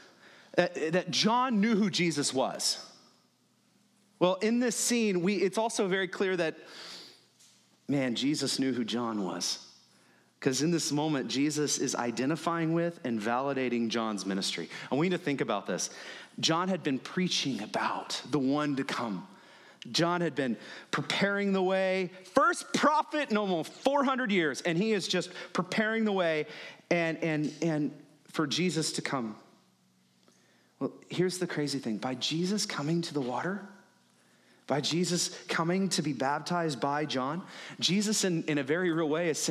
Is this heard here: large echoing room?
yes